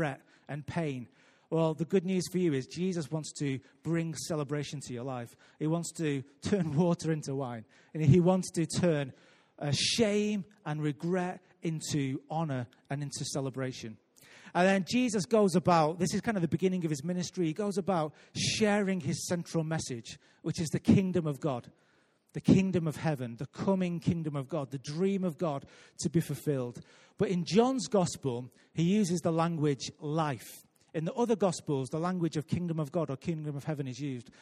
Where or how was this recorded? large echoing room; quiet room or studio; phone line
large echoing room